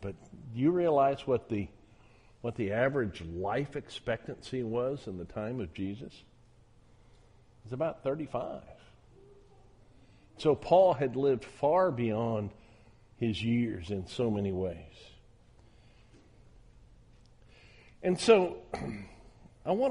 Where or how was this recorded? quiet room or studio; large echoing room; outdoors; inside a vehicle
large echoing room